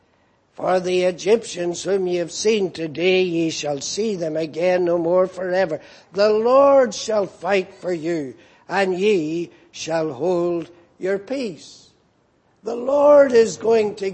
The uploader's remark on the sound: Preached in Grafton. At the Lord's Day Morning service on 9th June, 2019.